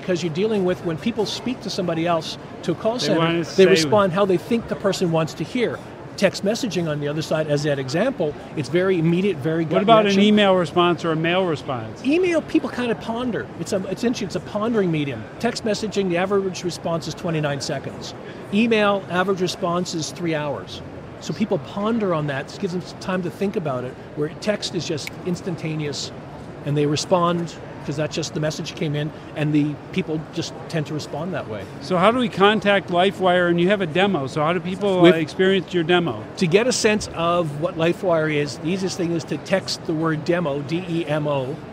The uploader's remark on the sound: LIVE ftom #HIMSS17